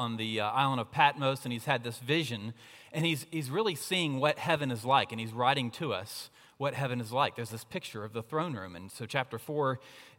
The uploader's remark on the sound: at Redeemer Presbyterian Church in Charleston, SC.